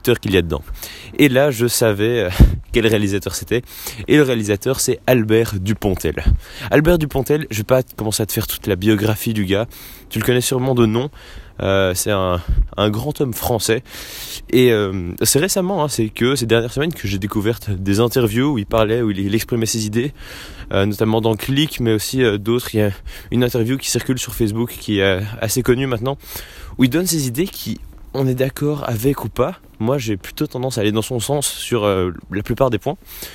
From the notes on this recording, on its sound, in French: Un épisode que j'ai enregistré dans le froid et la nuit